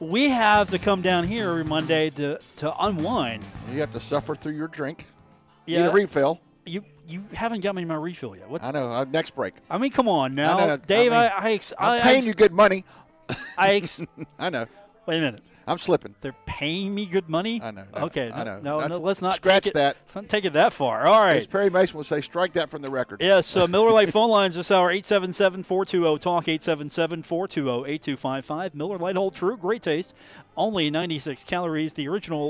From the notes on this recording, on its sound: Broadcast live from The Union Pub and Grill for the Monday edition of the show.